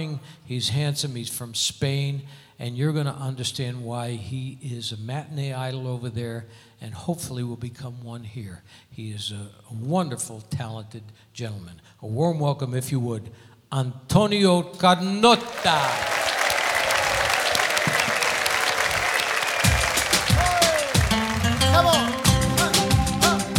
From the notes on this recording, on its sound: Live at the South Point Casino